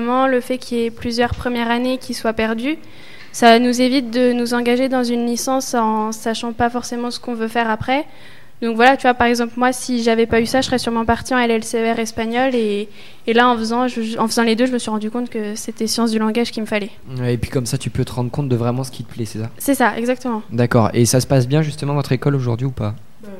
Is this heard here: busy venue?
yes